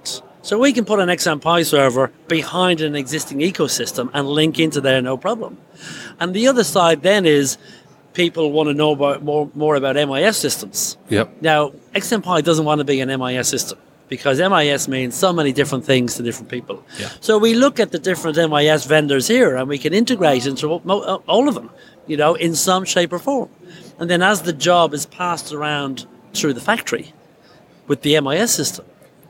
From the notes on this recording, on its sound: Incorporating extracts from some of the 34 interviews that Print21 livestreamed from the exhibition floor.